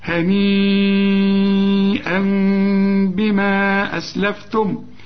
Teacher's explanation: هنيئا بما، يبقى اقلاب مع الاخفاء مع الغنة، اقلاب مع الاخفاء مع الغنة بما. مد اربع حركات بس، ده اسمه مد منفصل